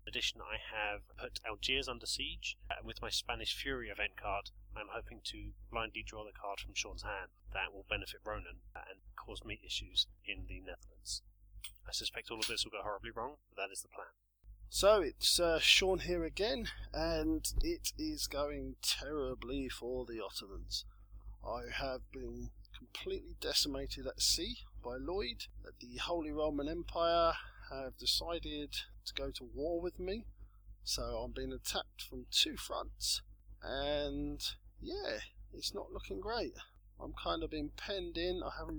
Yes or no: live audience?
no